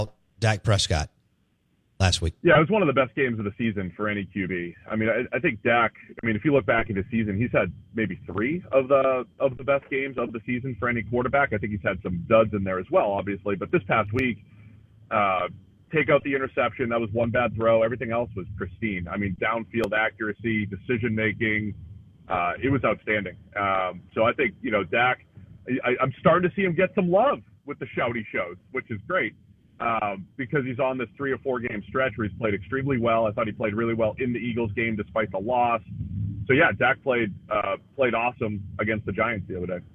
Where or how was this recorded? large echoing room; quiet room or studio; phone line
phone line